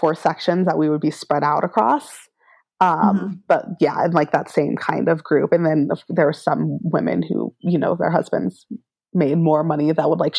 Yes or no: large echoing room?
no